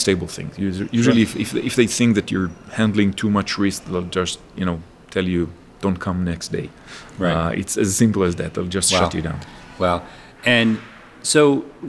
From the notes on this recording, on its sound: This podcast was recorded in San Francisco during the recent Bitcoin 2019 conference.